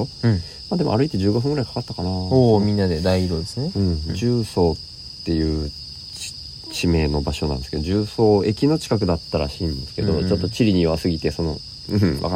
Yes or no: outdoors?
yes